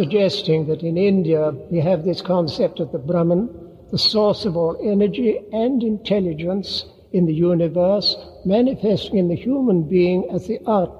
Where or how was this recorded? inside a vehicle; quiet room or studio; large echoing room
large echoing room